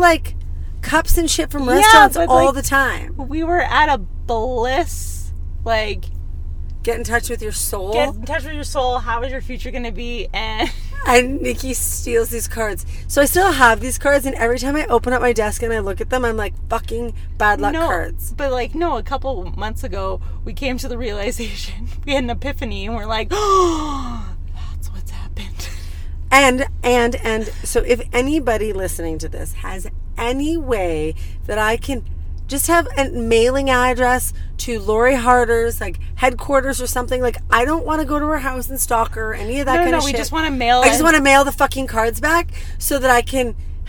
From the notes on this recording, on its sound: Tune in for a podcast in the car, kind of like car karaoke but with no singing.